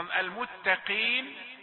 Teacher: قي ده صوت القاف في تفخيم درجة خمسة، لكن لن تصل إلى صوت الكاف